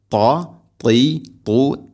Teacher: ത്വാ എന്ന അക്ഷരത്തിന് ഇത്തുബാഖ് എന്ന സിഫത്തുണ്ട്, അഥവാ നാവിൻ്റെ മധ്യഭാഗം അണ്ണാക്കിലേക്ക് ചേർന്ന് നിൽക്കണം, അതാണ് ഇത്തുബാഖ്.